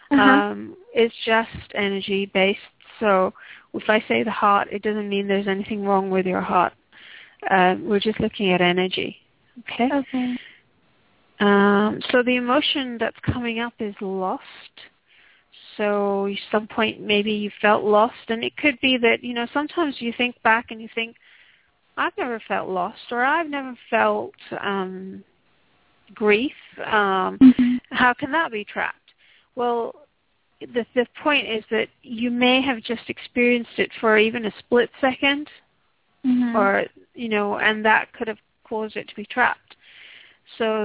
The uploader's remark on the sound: Takes your calls for healing live today!